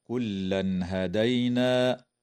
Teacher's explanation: إظهار حلقي للتنوين عند الهاء في قوله تعالى: كلا هدينا، ويجوز الوقف على كلمة هدينا من قبيل الوقف الحسن.